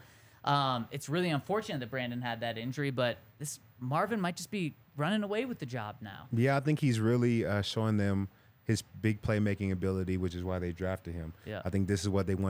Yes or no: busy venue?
yes